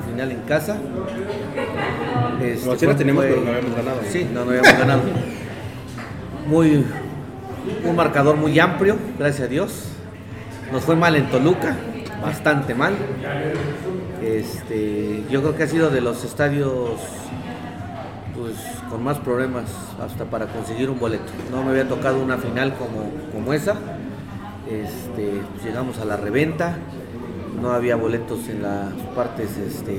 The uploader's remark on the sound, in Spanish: en vivo desde el club de Tobi en la ciudad de Pachuca